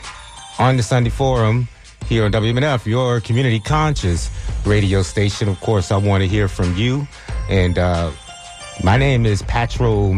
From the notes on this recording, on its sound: unique magazine format call-in show